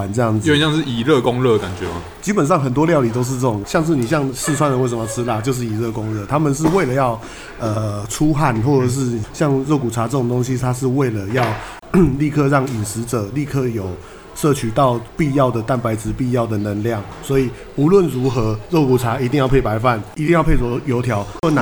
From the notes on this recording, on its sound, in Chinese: 本集白噪音指數：柔風級 3/5。錄音地點：黃亞細肉骨茶台灣二號店。